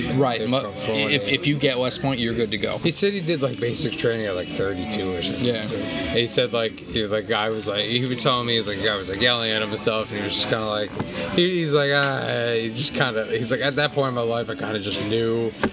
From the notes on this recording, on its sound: Join us this week for another special post-gig podcast recorded at Denny's.